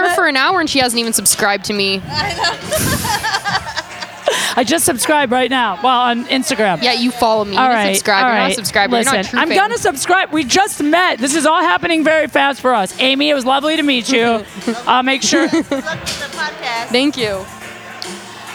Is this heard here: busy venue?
yes